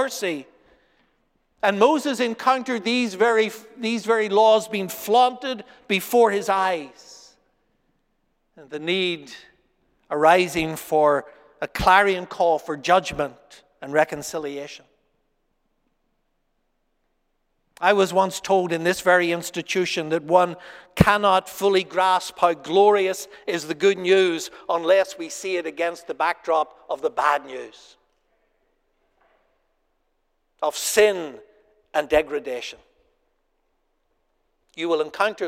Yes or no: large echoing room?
yes